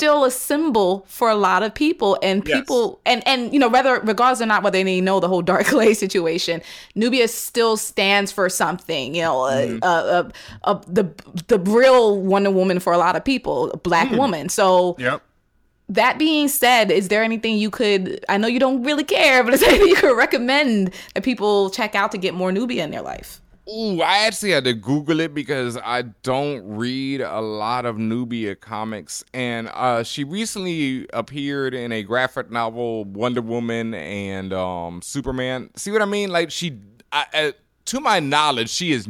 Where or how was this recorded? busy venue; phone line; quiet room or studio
quiet room or studio